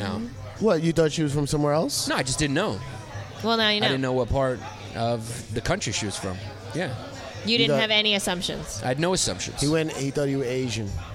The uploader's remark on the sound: Recorded at the legendary Comedy Cellar.